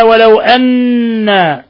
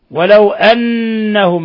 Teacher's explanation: نون مشددة تغني مقدار حركتين